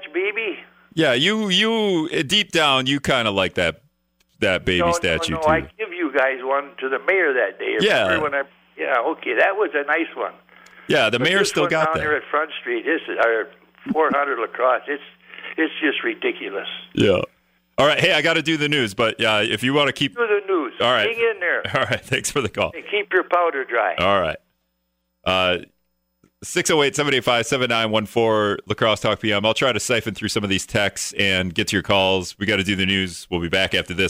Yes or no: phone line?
yes